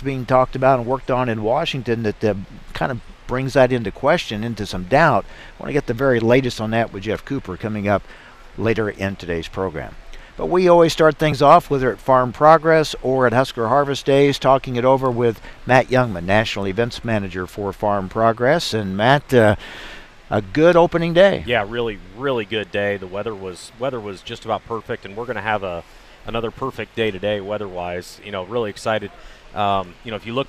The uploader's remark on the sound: Reports live from Husker Harvest Days in Grand Island, NE from the Syngenta tent.